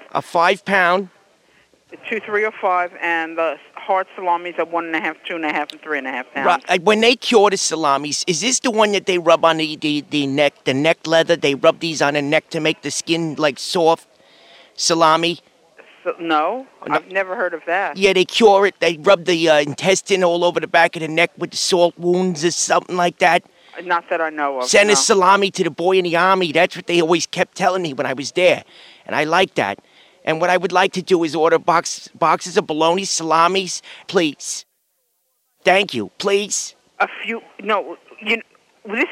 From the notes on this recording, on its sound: …'s Personal Prank Phone Calls Collection.